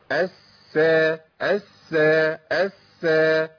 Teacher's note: لازم ابين رخاوة السين الساكنة. الس الس الس، ما اقولش اس.